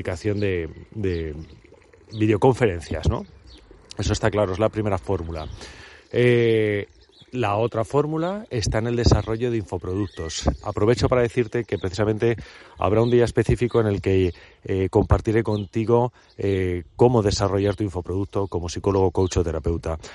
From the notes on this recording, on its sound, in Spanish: A través de esta grabación en plena inmersión en la naturaleza.